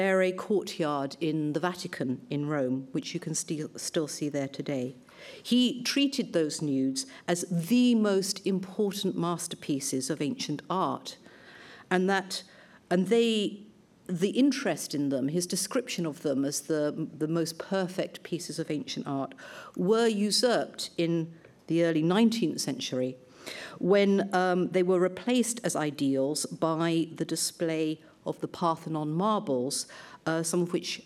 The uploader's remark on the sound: Lunch Hour Lecture on tour at the British Museum